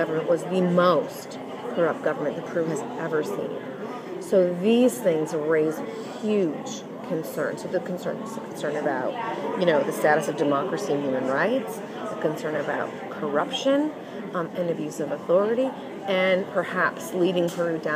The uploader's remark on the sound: The program includes two interviews recorded at the recent Latin American Studies Association (LASA) meetings in New York City.